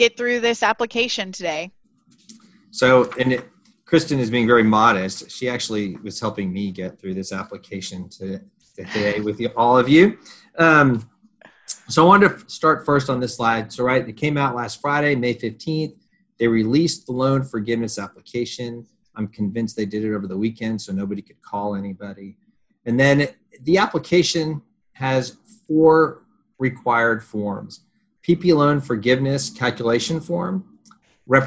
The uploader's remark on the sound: This episode is a recording from our webinar